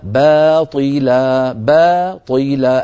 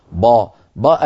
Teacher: الباء مرققة والطاء مفخمة · Shown in: first take · ولا نقول باطلا، با با العرب لا تفخم الباء أبدا، باطلا، فنعطي كل حرف حقه، فلننتبه إلى ذلك.